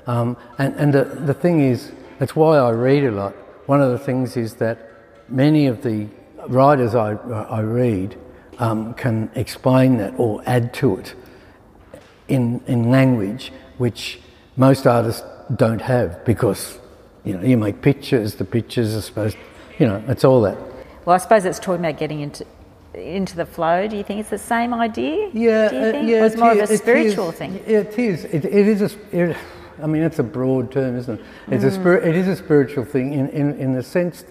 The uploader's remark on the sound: Live at the S.H.Ervin Gallery. In front of a live audience at the S.H.Ervin Gallery in Sydney.